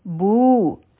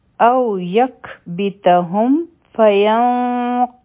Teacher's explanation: با به د واو سره یوځی شي او دا به دوه حرکه اوږد وایو بو او دا الف چې دی دا به پکې نه ویلی